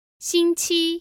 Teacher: 星期 which is two first tones